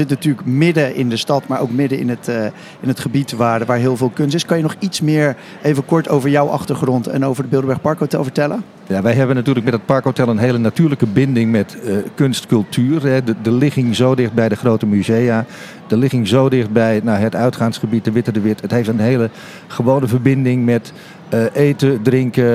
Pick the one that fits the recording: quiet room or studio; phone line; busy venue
busy venue